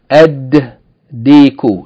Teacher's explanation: Dikun begins with del, and del is a sun letter, harf shamsi. Therefore, if we add alif lam, we don't say al-diku, we say ad-diku. Double the del with shadda